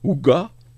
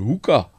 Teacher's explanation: Al wat gebeur het is ons het die g wat 'n stemhebbende eksplosief is, het ons nou 'n k gemaak wat 'n stemlose eksplosief is.